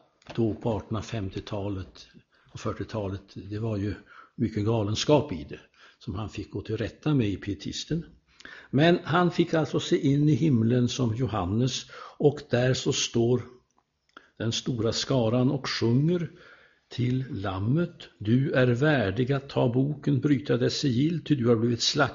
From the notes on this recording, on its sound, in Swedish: Inspelad i Buråskyrkan, Göteborg